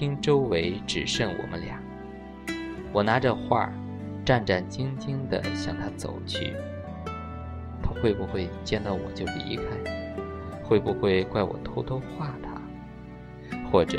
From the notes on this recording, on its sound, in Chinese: 以后的节目可能较少做后期，本期节目即是使用荔枝自带手机录音工具的尝试。